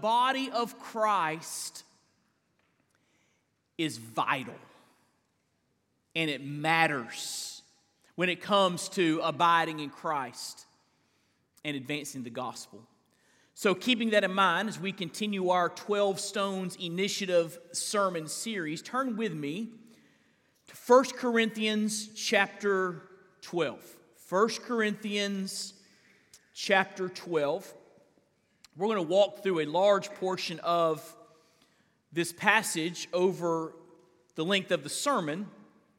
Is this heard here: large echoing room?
yes